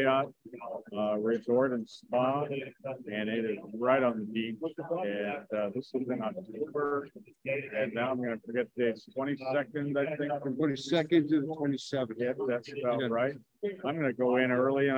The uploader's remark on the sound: A collection of training segments, interviews and more, live from the Experience Convention in Fort Lauderdale FL May 2023.